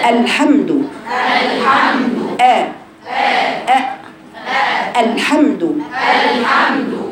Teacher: بيني انها همزه كانها من اقصى حلقك